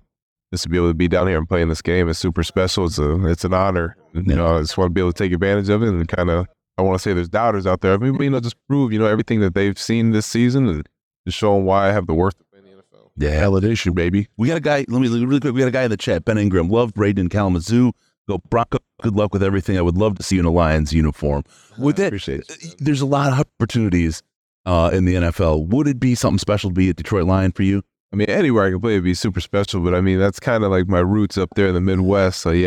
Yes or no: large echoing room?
no